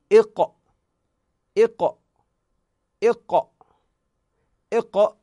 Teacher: الآن نأتي مثلا إلى حرف القاف، نأتي إلى حرف القاف، نريد أن نعرف مخرج حرف القاف، نقول إق، فإذن أقصى اللسان هنا أقصى اللسان بجوار حروف الحلق، أقصى اللسان بجوار حروف الحلق، هنا مخرج حرف القاف